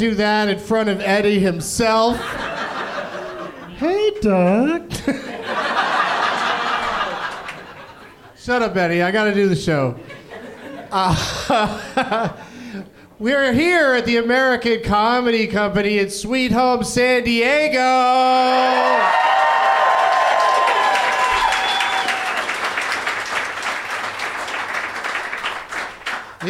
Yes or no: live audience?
yes